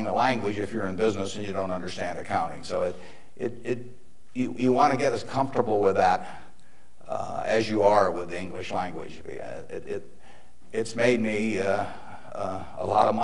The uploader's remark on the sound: motivational speech at University of Nebraska